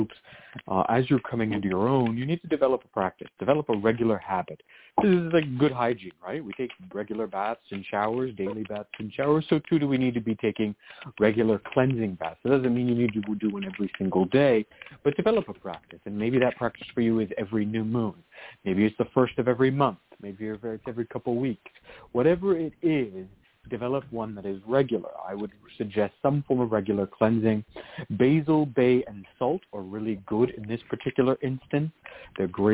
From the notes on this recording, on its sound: Is a real, live call-in show.